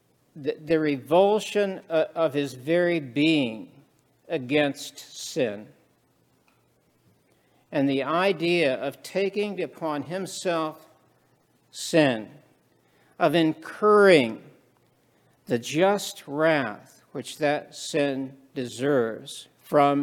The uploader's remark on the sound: This sermon was preached at the Maundy Thursday worship service.